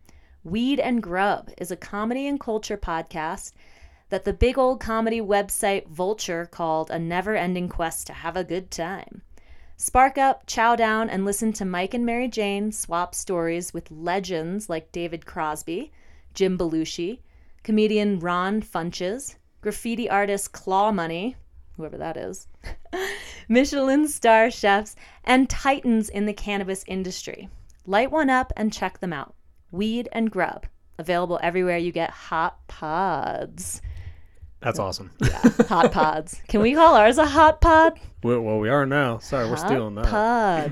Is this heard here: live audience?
no